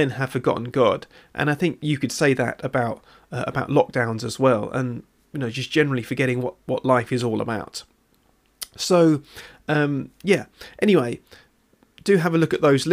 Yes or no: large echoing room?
no